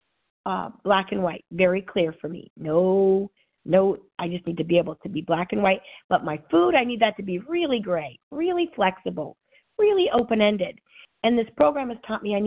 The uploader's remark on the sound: 100 Pounders Phone Meeting